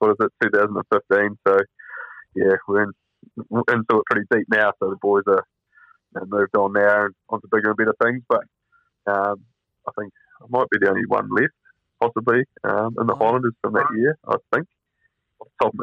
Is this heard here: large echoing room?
no